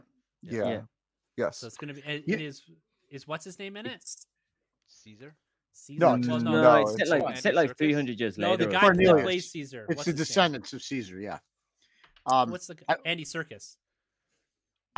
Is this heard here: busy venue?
no